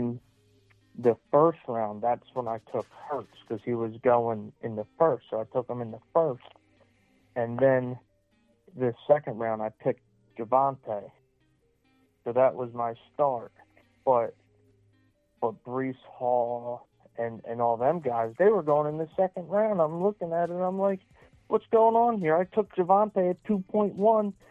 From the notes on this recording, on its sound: 5 hours of phone calls, voicemails and fantasy football news questions.